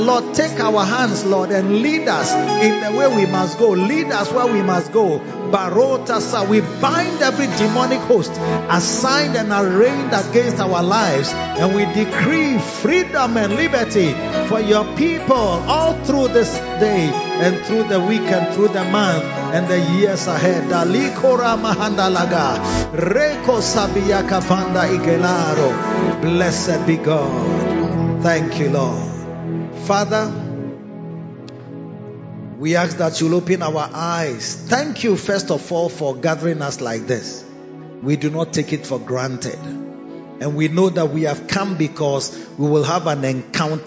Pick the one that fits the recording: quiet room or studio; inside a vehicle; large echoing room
large echoing room